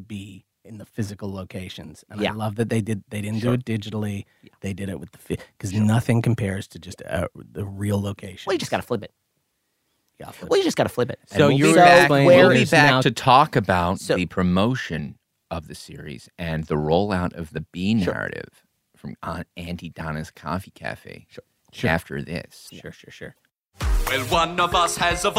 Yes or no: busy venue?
no